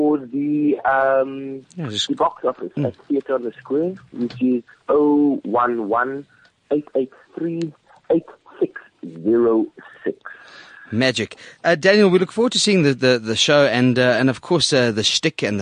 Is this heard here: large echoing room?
no